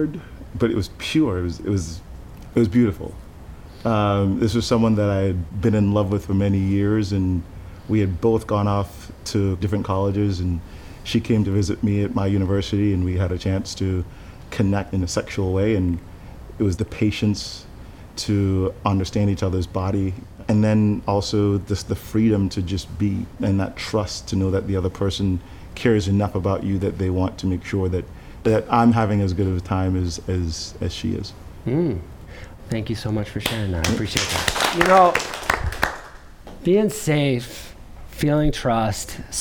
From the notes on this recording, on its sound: Recorded at the touchpoint town hall in NYC on July 10, 2018 at The Assemblage Nomad.